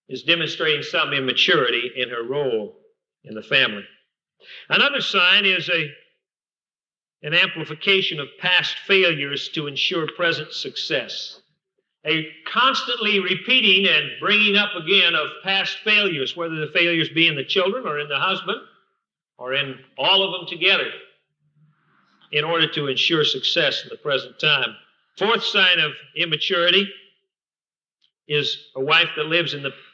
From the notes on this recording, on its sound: Recorded at Fillmore Bible Church, Fillmore, California, 1984.